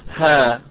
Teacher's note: المد فيها طبيعي من الطبيعي، أمدها حركتين فقط أقول ها فقط هكذا.